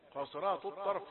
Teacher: أنت تتعمد بترقيق التاء حتى تعلم لا تأتي بها بين بين · Term: تاء رقيقة